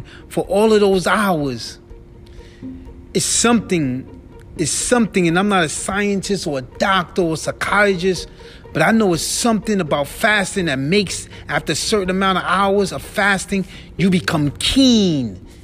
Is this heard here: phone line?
no